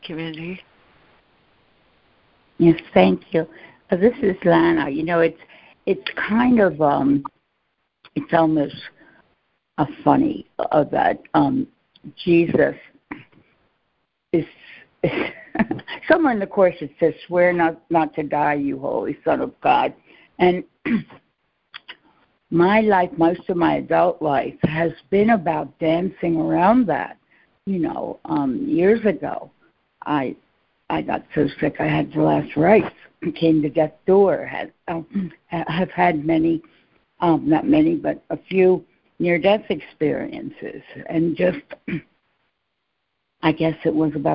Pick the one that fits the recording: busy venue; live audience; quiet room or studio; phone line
phone line